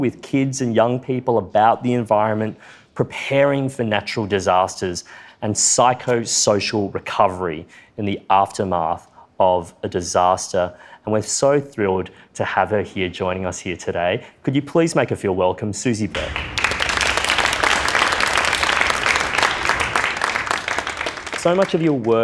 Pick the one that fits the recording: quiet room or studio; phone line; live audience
live audience